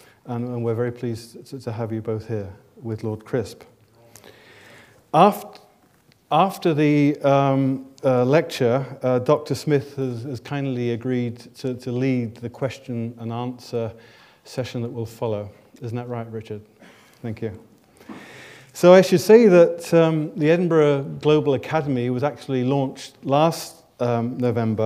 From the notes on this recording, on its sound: This lecture was recorded on 25 May 2010 in the University of Edinburgh's George Square Lecture Theatre.